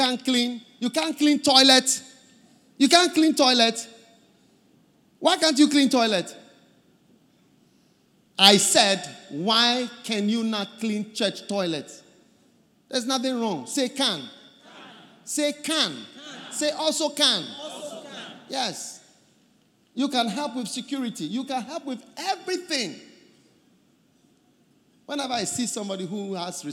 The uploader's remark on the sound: Preached At The First Love Centre, Accra, Ghana.